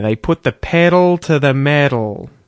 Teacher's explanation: we quite often use that T flap and it sounds like a D